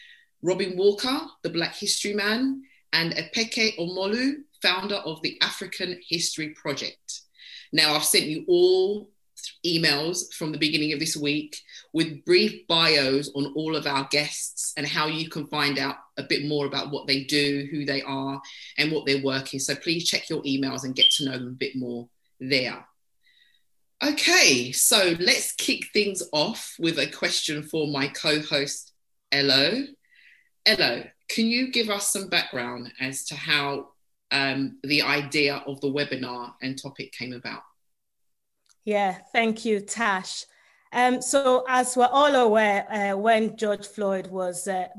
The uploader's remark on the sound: Listen to the audio version of our webinar